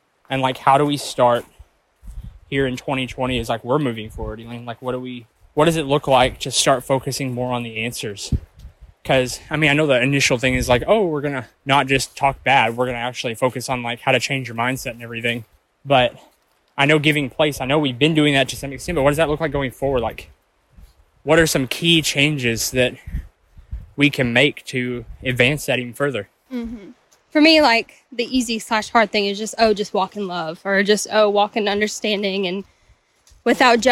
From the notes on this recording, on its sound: A conversation recorded while we were hiking. We pressed pause on life for a day to get away and pressed record as we walked through the woods and strung up a conversation that was too good not to capture.